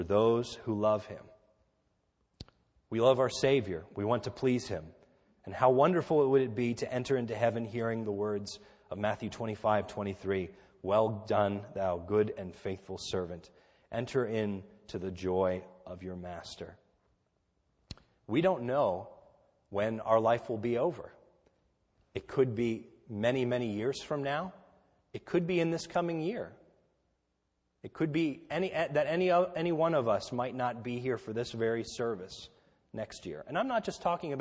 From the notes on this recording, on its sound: This is a sermon recorded at the Lebanon Bible Fellowship Church, in Lebanon, PA, on 12/31/2013 during our New Year’s Eve service